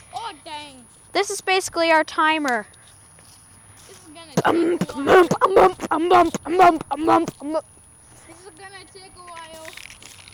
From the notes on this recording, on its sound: Walk and talk around the block.